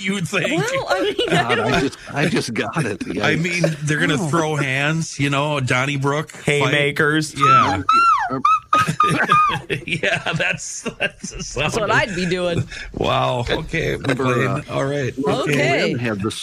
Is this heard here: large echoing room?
no